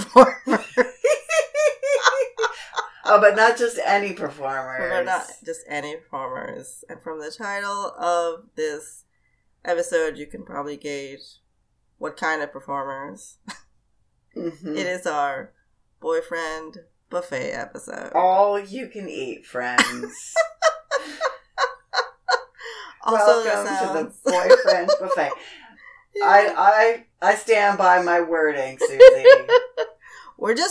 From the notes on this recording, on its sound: Events were really conspiring against our recording this holiday oppa-ganza. Please forgive the very dodgy audio!